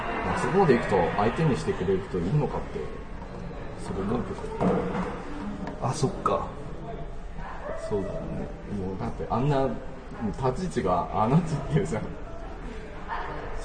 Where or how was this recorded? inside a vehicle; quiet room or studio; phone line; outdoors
outdoors